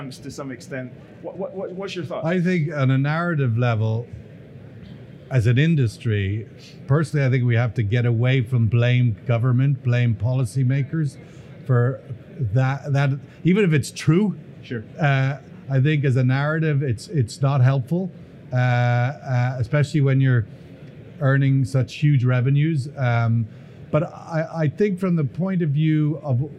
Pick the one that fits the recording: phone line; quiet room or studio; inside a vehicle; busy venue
busy venue